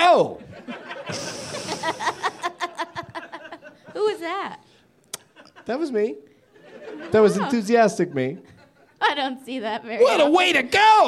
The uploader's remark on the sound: Live from Reno Tahoe Comedy in Reno